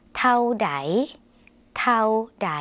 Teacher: คำว่าเท่านะคะในภาษาไทยอาจจะออกเสียงยาวส่วนในภาษาลาวเป็นสระเอาค่ะออกเสียงสั้น